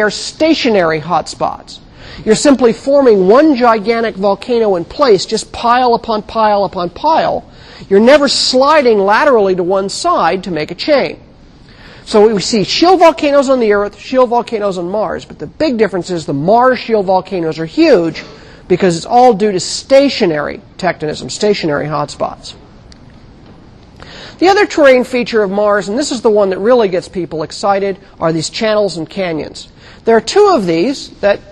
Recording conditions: large echoing room